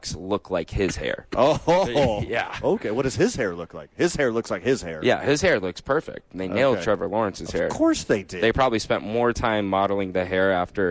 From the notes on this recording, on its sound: live from The Duke's Store